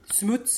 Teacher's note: it's not really O, because it has a little U to it